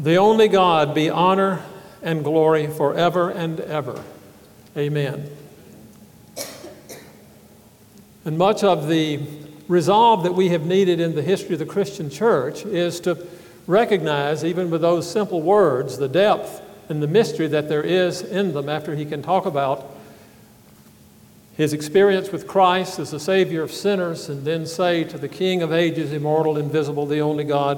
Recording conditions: live audience